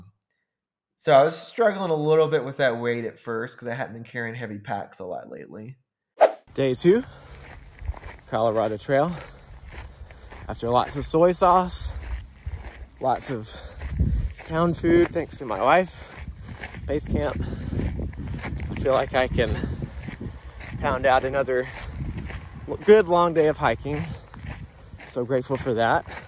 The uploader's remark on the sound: With sound bites included throughout for a little extra "something". Those inserted trail sound bites.